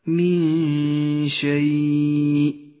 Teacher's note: الإخفاء في قوله تعالى من شيء النون الساكنة وبعدها حرف الشين تخفى النون بالشين مع بقاء غنة للنون بمقدار حركتين من غير تشديد لما بعدها · Term: حكم الإخفاء